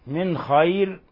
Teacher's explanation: نون ساكنة جاء بعدها حرف الخاء، الحكم التجويدي إظهار حلقي، لأن الخاء من حروف الإظهار الحلقي